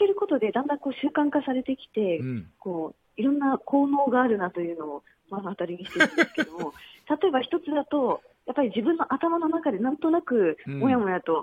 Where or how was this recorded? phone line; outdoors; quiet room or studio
phone line